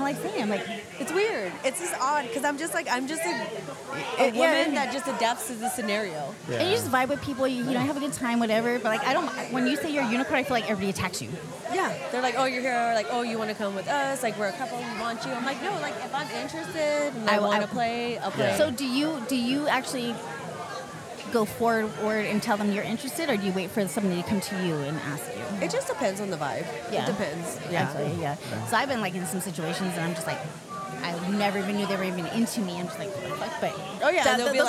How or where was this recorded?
busy venue